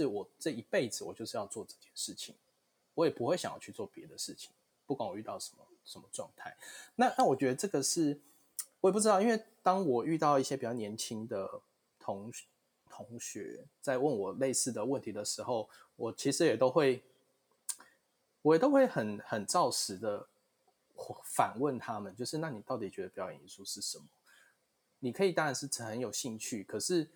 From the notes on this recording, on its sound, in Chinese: 本集節目透過Zencastr錄製平台來錄製，聲音品質會與過往錄製有些落差，請見諒。